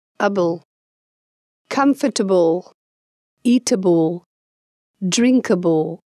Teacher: в этих словах ошибкой произношения является ударение на able или произношение able вместо able.